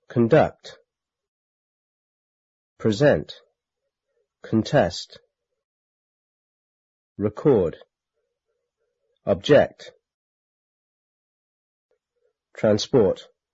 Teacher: As nouns, the stress is on the first syllable. As verbs, the stress is on the second syllable.